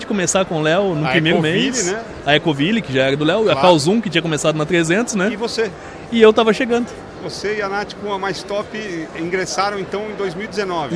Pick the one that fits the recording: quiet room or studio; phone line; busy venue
busy venue